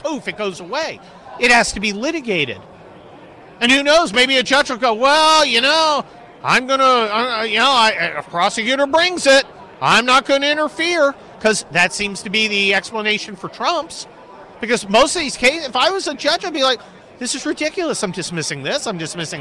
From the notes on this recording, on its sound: does his show live at CPAC